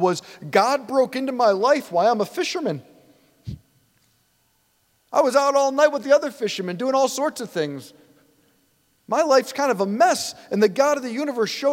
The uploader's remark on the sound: preached this homily on December 10, 2023 at St Basil the Great Catholic Church in Brecksville, OH